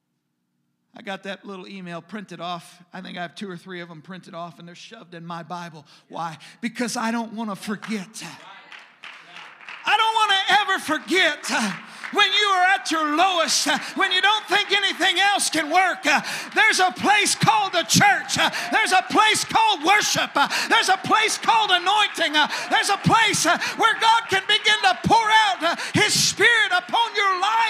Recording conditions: large echoing room